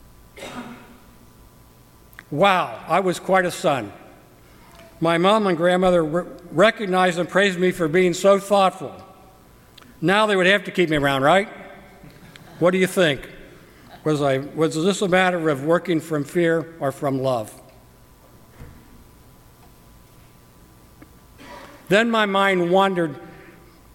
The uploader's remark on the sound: During the 9:00 AM service on Sunday September 3, 2017, at First Presbyterian Church of Arlington Heights, Illinois. Part of Lay Preaching Sunday.